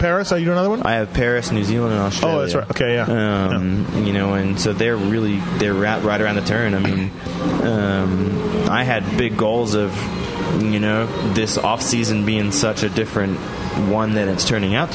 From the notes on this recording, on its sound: at the Las Vegas Speedway while he was driving a Lambo